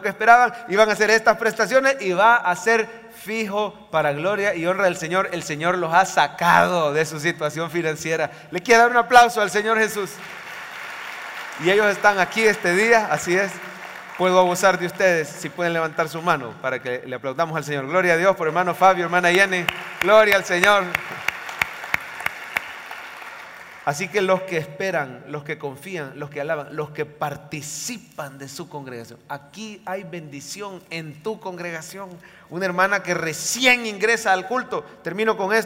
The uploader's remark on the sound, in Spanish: En vivo desde el Centro Familiar de Adoración CEFADCHURCH